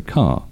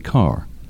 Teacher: So one of the things that people really subconsciously are aware of, I think, is that in British English, we don't pronounce the letter R when it comes after a vowel · Shown in: first take